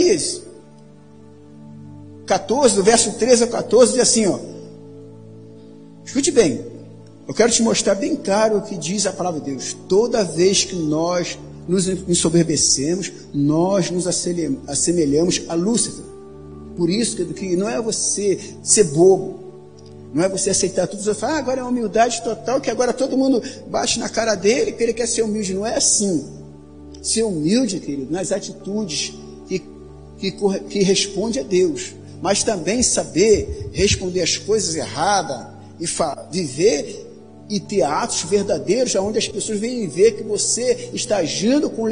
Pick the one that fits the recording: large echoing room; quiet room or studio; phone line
large echoing room